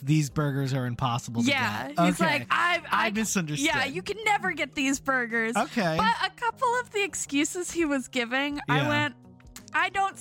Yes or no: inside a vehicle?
yes